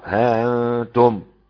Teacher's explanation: أبو جعفر يثبت الألف ويسهل الهمزة مع قصر، ها أنتم ملوش مد لأن ده من قبل المنفصل.